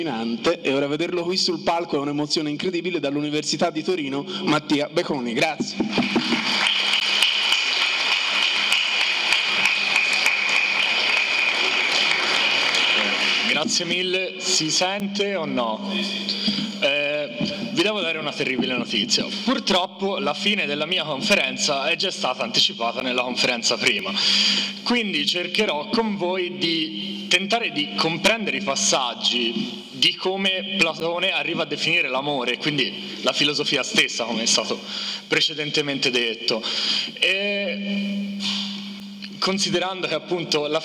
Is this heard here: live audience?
yes